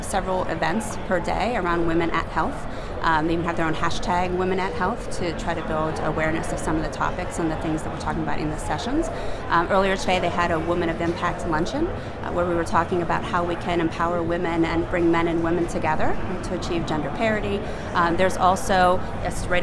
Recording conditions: busy venue